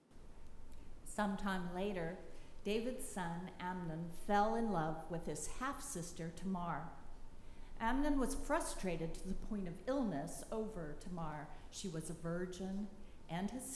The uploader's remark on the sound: preached at Northminster Church on March 8, 2020